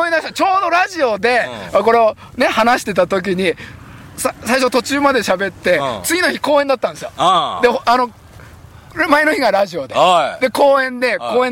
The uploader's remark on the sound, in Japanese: 長野県ビーナスラインの霧ヶ峰高原にて。バイクツーリングをして青空対談収録を開催いたしました。